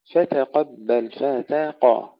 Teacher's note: تفخيم القاف وترقيق بقية الأحرف